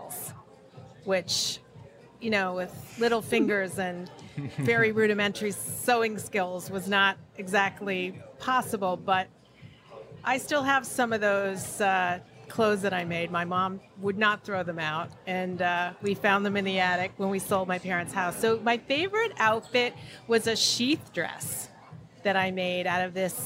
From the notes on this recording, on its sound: on location at TexWorld USA in New York